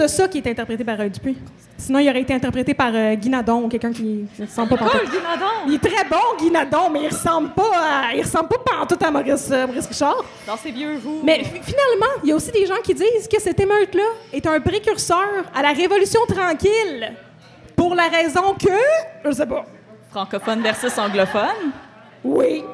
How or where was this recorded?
live audience